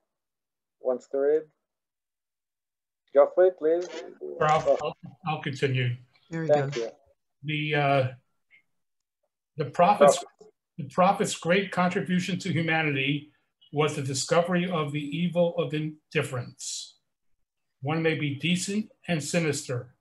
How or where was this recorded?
video call